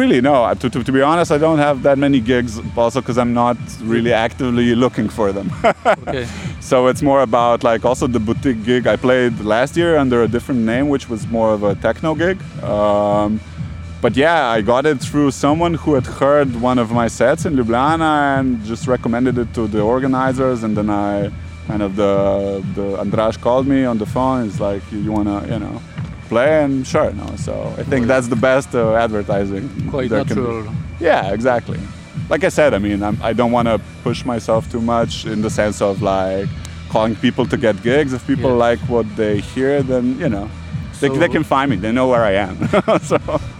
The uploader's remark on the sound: Sound recordings made in Slovenia, Ljubljana & Tolmin, on 16 July 2022 during the 4th edition of the electronic music festival, Butik.